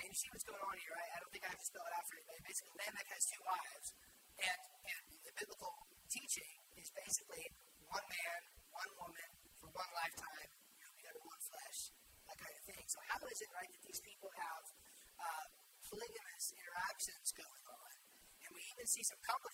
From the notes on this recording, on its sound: Share with you a message I gave recently at church. The audio quality is not wonderful.